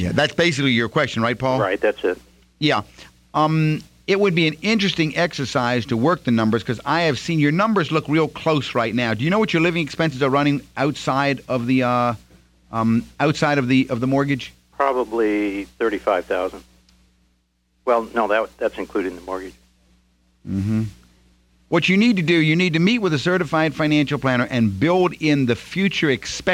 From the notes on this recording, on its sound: Financial planning call-in show.